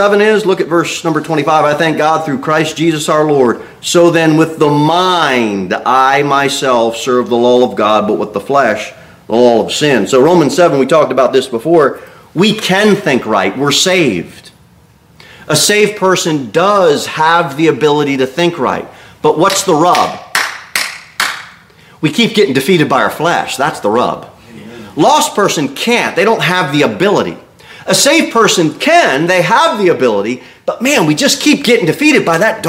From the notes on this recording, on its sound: Sermon delivered at Pilgrim Baptist Church